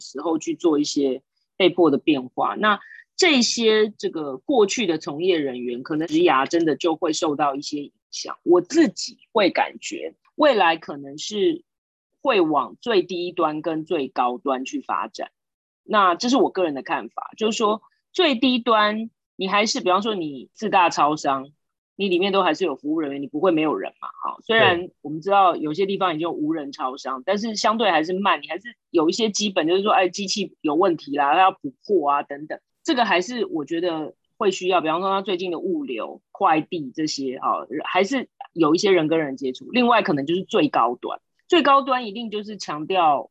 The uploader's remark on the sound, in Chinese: 這集採遠端錄音，收音情況不如錄音室請見諒～